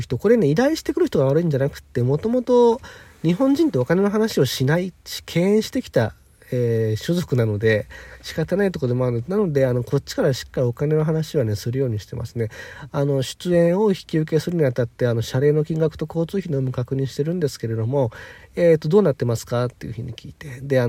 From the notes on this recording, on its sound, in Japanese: 次の仕事まで4時間近く空いたので車の中から暇つぶし配信。